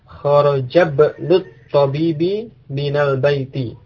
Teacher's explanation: jadi dari kharaja kemudian langsung ke masuk ke ba'nya karena hamzahnya tidak diucapkan. · Term: hamzatil wasli